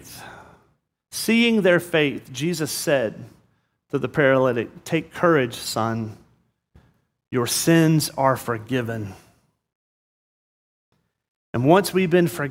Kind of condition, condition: setting, large echoing room